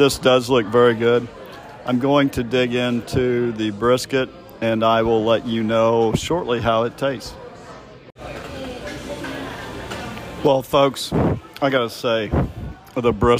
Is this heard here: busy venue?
yes